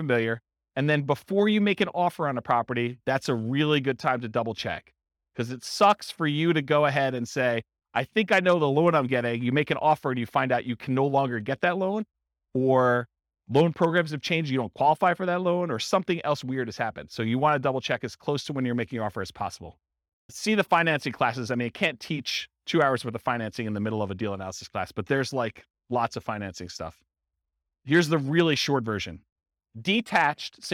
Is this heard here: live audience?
yes